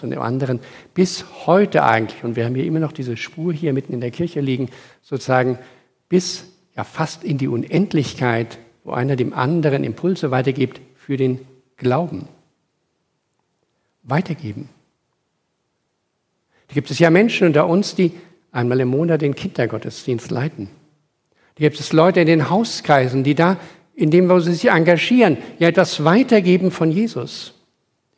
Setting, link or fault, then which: setting, large echoing room